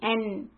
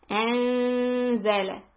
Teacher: The tip of the tongue doesn't go that high, it stays low, ready to say z. · Shown in: second take